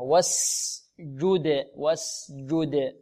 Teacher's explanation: لابد من إيضاح السين هنا وإيضاح الجيم وإعطاء الجيم شدتها والدال مقلقلة